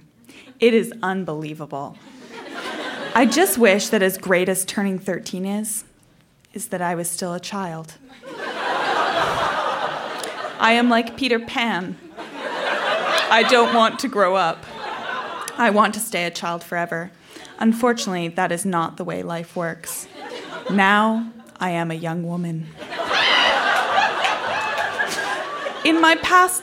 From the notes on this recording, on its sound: Recorded live at La Sala Rossa in Montréal, QC.